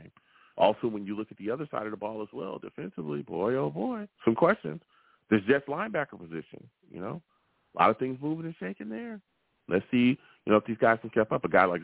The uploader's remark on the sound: I take live callers!